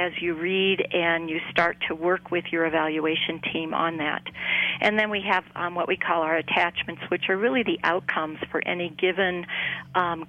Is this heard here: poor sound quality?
no